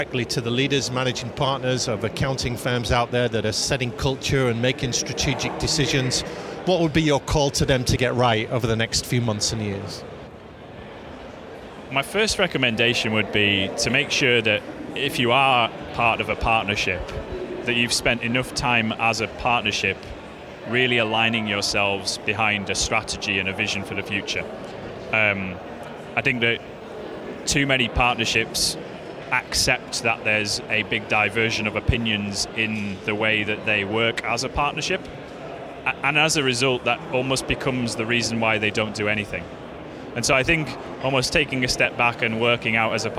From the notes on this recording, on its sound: We hear more live interviews from the recent International Accounting Forum and Awards 2022 which took place in London recently. AIBN were the official knowledge and broadcast partners of the event.